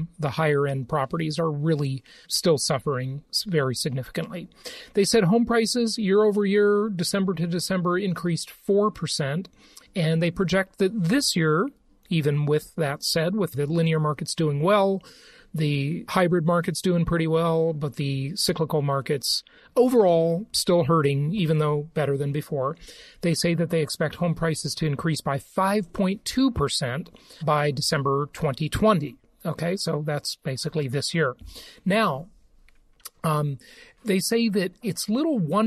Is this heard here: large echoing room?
no